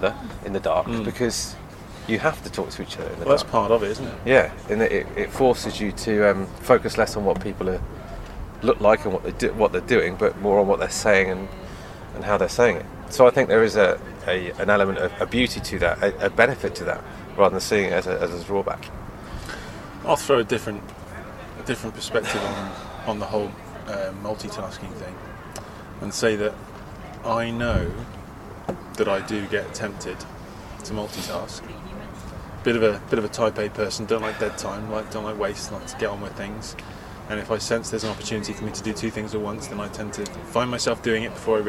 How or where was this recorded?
busy venue